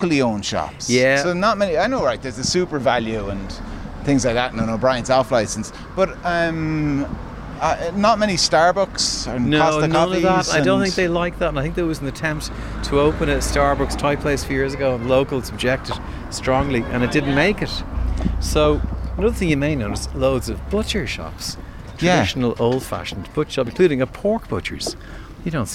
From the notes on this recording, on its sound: As part of Newstalk's Summer Tour, The Hard Shoulder was LIVE from the Queen's Bar in Dalkey.